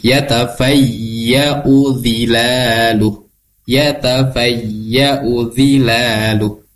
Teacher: yatafayya'u ini, U-nya itu dibaca pendek, tidak boleh dibaca panjang. Karena ini tidak ada tanda panjang di sini.